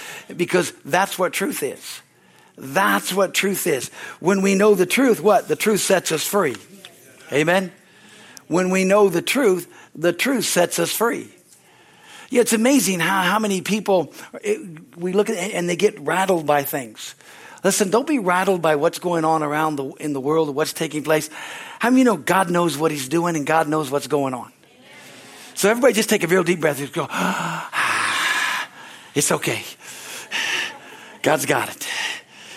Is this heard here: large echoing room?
yes